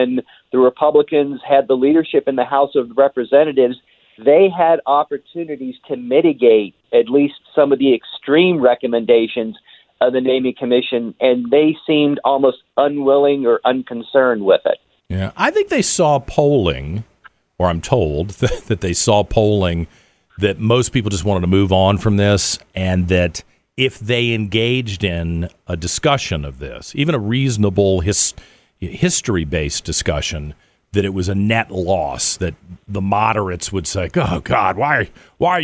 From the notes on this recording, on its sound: calls in to the show